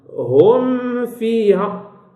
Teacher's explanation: أطبقت انتهت الميم، مجرد خروج النفس، خروج صوت من الخيشوم انتهت الميم · Term: الإظهار